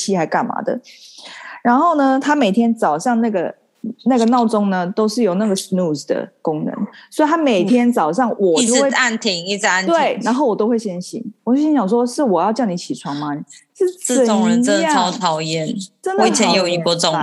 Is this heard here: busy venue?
no